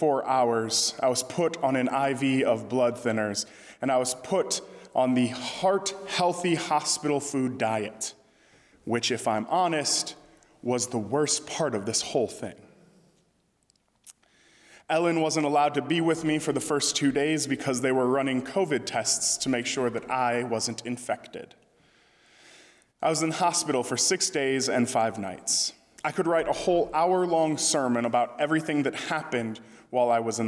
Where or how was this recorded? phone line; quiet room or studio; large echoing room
large echoing room